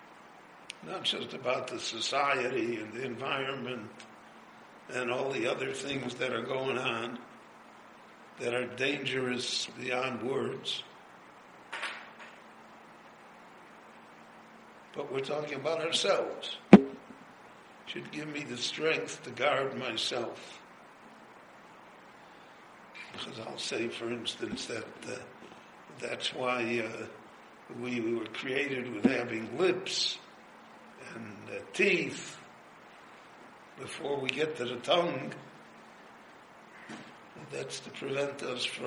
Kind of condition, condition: setting, live audience